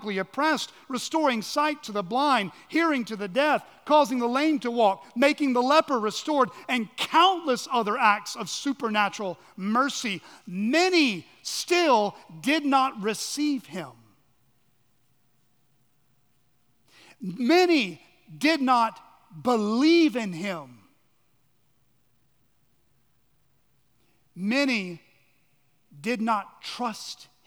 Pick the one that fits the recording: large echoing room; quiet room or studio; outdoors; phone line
large echoing room